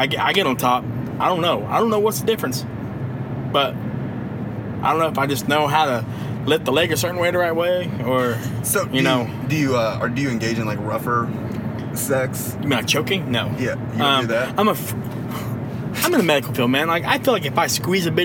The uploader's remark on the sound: they turn on the microphone one last time for the trip home in case there is any accidental magic